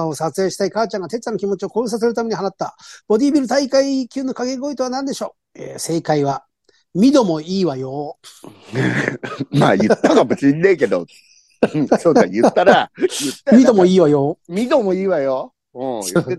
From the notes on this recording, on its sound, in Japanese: ZOOMで収録